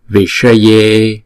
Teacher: Visaye, chữ D này, chữ E này là diphthong, chúng ta sẽ đọc hai nhịp